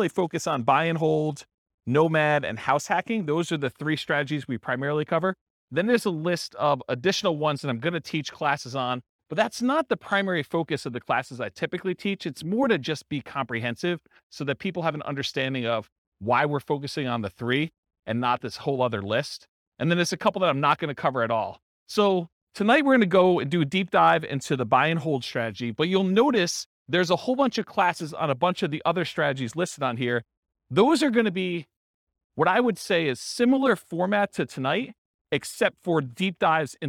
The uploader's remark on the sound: This was a live class recorded